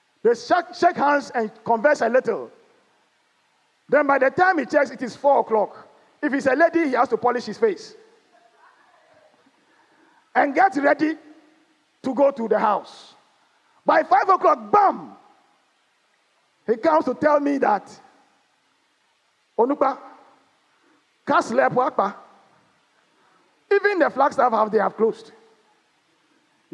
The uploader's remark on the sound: Sermon preached at CBC Shiashie Campus.